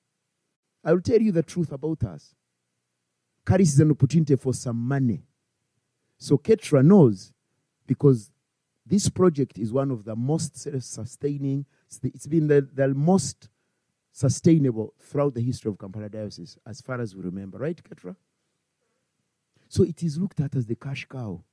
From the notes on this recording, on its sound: Christ Church Winchester.